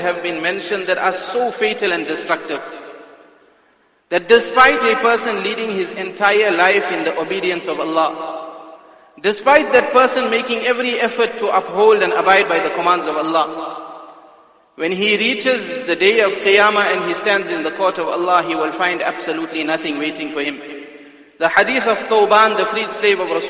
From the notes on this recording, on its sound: Jumuah Lecture at Masjidus Salaam, Musgrave.